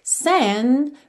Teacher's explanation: Percebe que você não ouve a letra D.